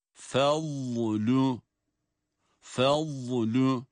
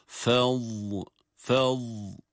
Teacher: Vad harfini okurken vad harfinin mahreç genişliği sebebiyle harfi çıkarırken harfin sesinde, bakınız çıkış sesinde bir uzatma var. Aynı zamanda harfte sesin akmasını, nefesin akmasını sağlayan cehr sıfatı sebebiyle de ses burada, dikkat buyurun, ses nefes akıyor. · Term: vad harfinin sesine